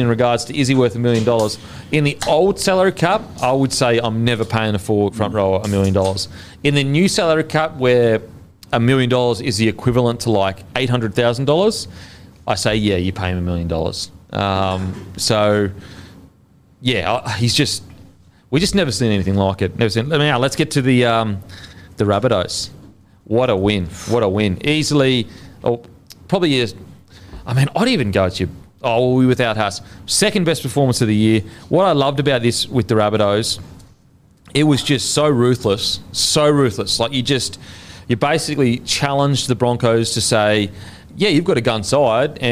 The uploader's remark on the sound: in front of our live audience